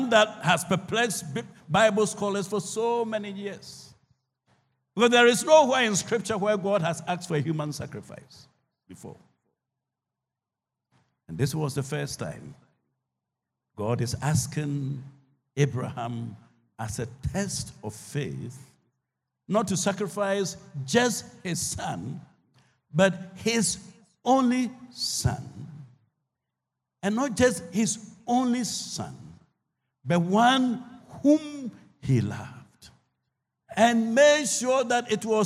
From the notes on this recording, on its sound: Sermon preached at CBC Shiashie Campus